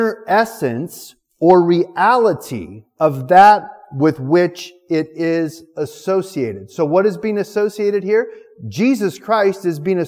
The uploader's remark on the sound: Recorded November 7th, 2019 at our Thursday evening service. City on a Hill Church.